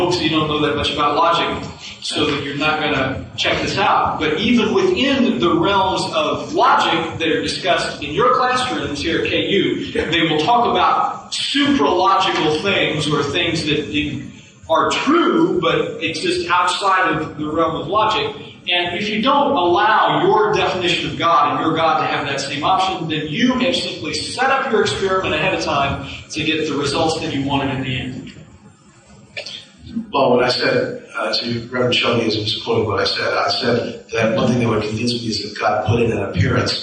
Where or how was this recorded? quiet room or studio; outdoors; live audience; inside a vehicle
live audience